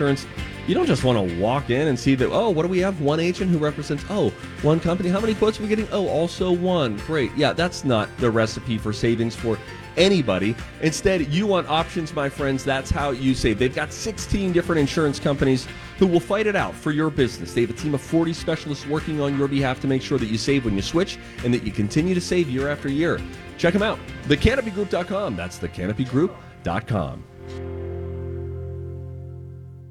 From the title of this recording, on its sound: On Location at Popped Corn in Minnetonka